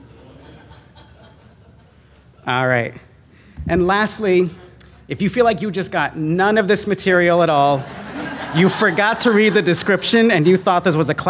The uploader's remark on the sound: same audio was enhanced to allow listeners to hear audience questions